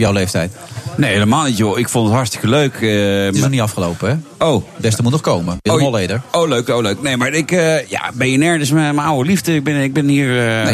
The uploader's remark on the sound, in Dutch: Op BNR, live vanuit het Amstel Boathouse in Amsterdam.